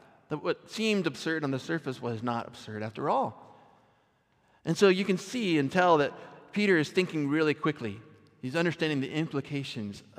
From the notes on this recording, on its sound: Recorded at our Sunday gathering. In Port Orchard WA.